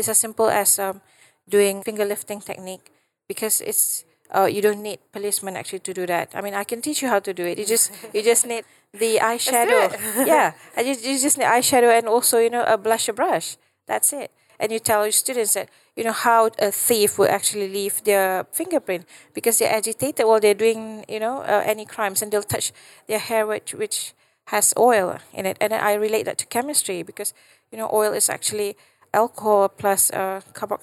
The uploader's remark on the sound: This episode was recorded at this year's GESF.